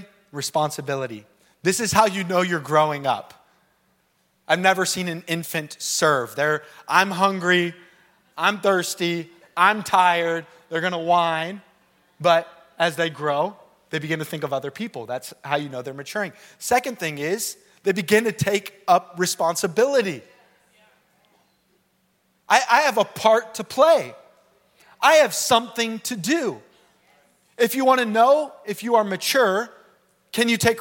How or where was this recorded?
large echoing room